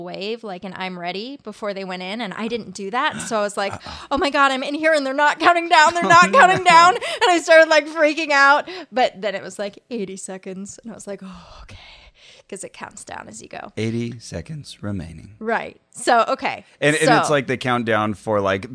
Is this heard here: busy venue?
no